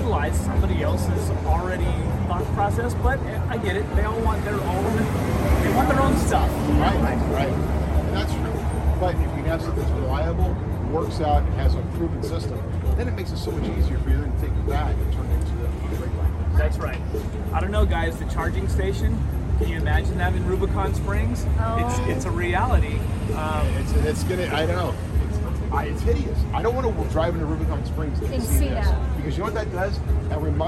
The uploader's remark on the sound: Easter Jeep Safari 2021 - Checking out the Jeep Booth. The crew decided they should go record the podcast at the Jeep booth after having an outstanding breakfast at the Canyon’s Waffles & Steak house. Which did a phenomenal job of capturing the video and ALL the sounds… including lots and lots of ambient sounds from the traffic just 10 feet away.